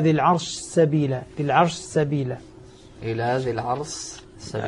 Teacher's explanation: مدغم ينص على أنه الشين هنا أدغمت في السين · Term: إدغام